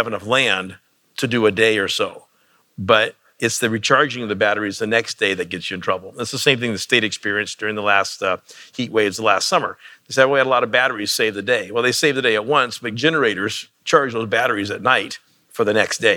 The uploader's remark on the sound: This week, we dig into those challenges on stage. The conversation was recorded live at the Intersolar North America conference in Long Beach, California.